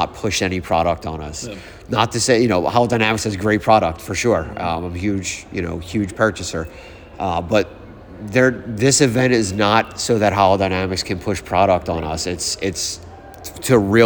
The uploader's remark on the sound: The Holidynamics Olympics is a 100% networking event, disguised as a weekend of games, drinks, eating, and overall FUN. Live from the event!